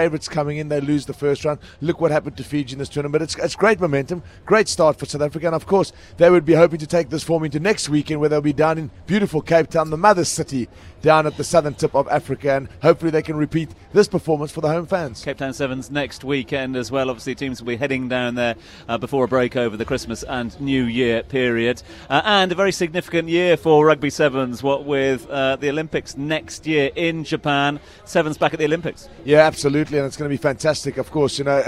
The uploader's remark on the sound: The Grill Live at Rugby 7s. Great crowds, a party atmosphere.